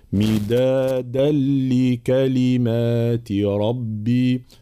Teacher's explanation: إدغام بلا غنة مع بيان صفة الشدة والجهر في الدال. مدادا لكلمات، فلا نقول مدادا، مدادا تصبح مخلوطة بالتالة.